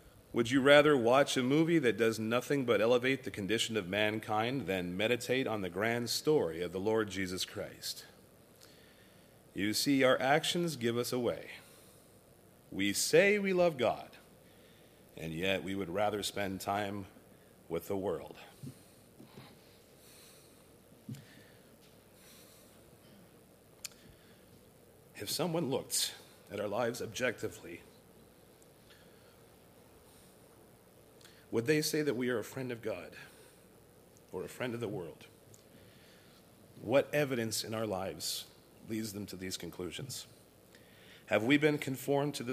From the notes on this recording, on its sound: recorded at Thornville Baptist Church